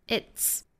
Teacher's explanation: 那尾部呢应该是一个 ts 的发音很像我们汉语里面刺的那个声母